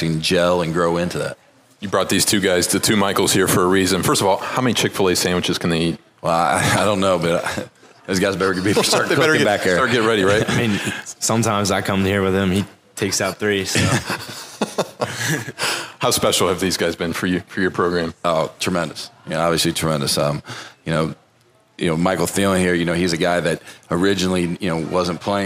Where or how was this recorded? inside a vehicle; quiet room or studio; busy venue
busy venue